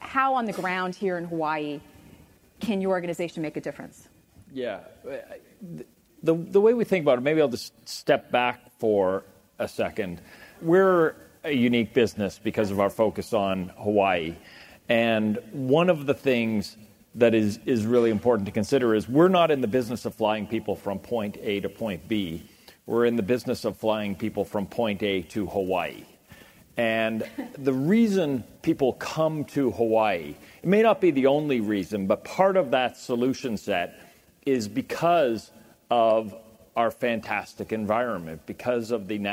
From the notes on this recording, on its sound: The best of live interviews from GreenBiz events.